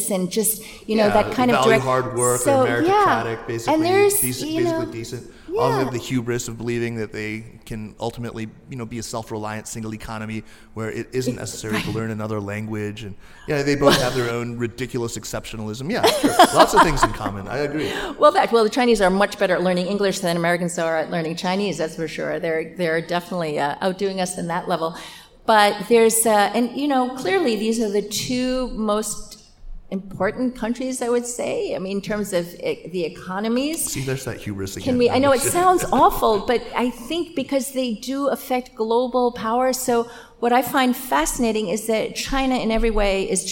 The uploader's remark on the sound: Live at our SupChina Women’s Conference on May 14 in New York City. Live at our SupChina Women’s Conference on May 14 in New York City.